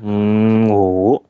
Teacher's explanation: 一定要发成五，就是有鼻音的啊，五。嗯五，如果你在发这个音的时候，你先听到了鼻腔在震动，嗯五，那就对了。如果你发的是五，就发那个无啊，口天无的无五，那是不对的啊。啊，我把比较我觉得比较难的三个呃浊音的声母再发一下啊，然后我再发一下。第一个是 v，v，它是唇齿音，一定要发 v v v 的音啊，v，v。因为我知道有有嗯北方的一些朋友啊，那个 v v 的音他是发不好的，可能是嗯我也不知道什么什么原因嘛。我听到有些北方的朋友他们发的发那个 u vw，它是 u v w 危危险的危 · Term: 疑母